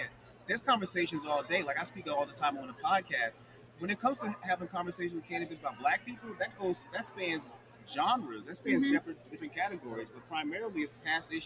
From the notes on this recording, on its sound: Live from New Orleans for Black Cannacon. Live from New Orleans for Black Cannacon.